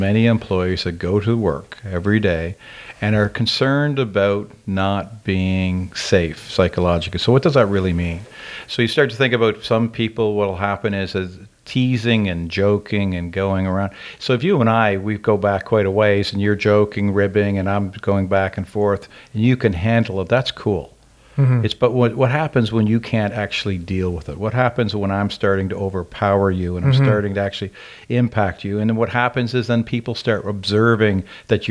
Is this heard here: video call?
no